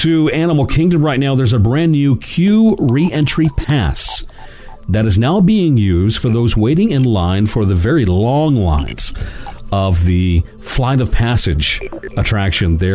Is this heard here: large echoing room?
no